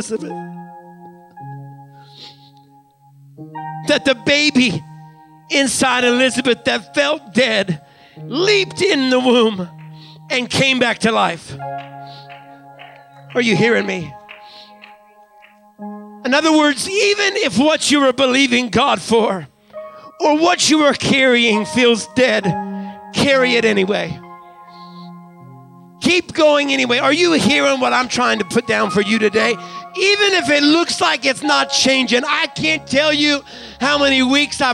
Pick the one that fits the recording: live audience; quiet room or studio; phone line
live audience